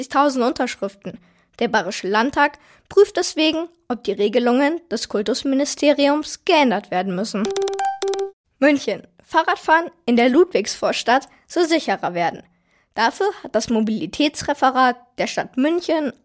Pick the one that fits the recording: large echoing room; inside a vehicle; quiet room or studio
quiet room or studio